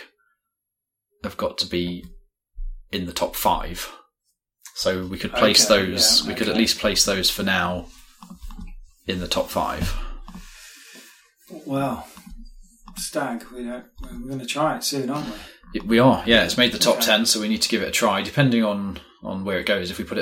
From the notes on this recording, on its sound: This is the yearly raw unedited recording. We just hit record and then set about discussing the list, so don’t complain about the sound quality.